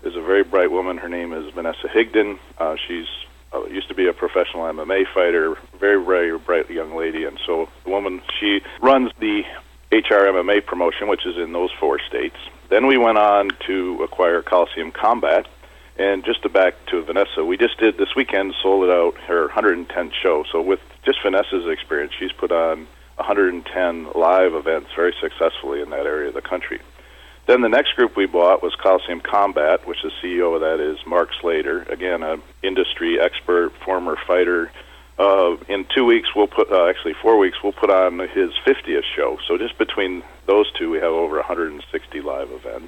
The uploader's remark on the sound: called into SmallCapVoice